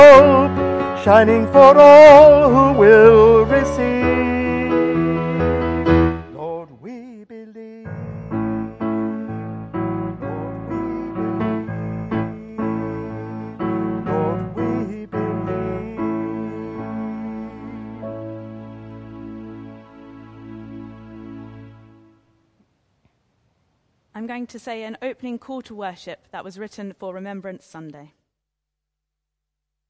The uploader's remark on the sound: Remembrance Service. Christ Church, Bayston Hill (UK).